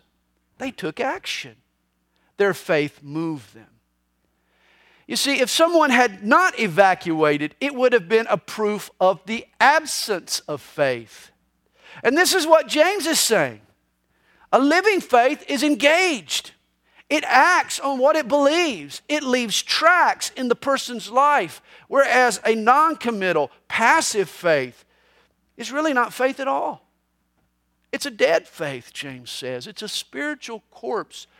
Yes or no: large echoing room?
yes